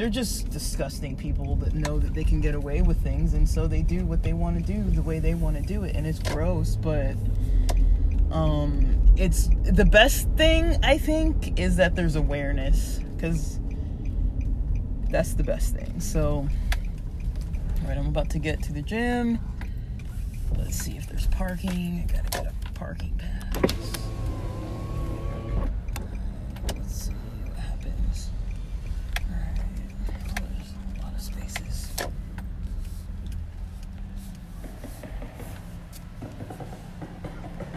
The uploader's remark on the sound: SLOPPY QUALITY. I attempted to record this while driving and using a new wireless Bluetooth mic. Then I couldn’t use the mic anymore so I tried recording while driving.